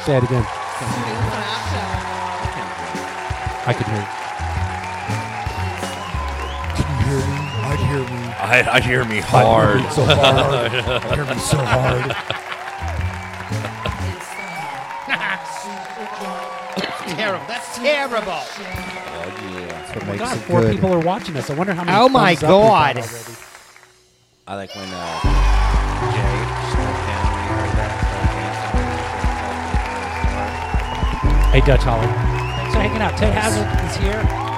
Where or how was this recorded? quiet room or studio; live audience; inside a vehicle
live audience